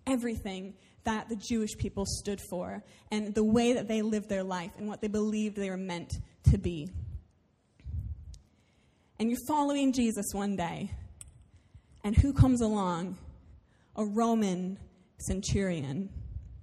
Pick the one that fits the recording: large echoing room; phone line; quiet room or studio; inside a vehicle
large echoing room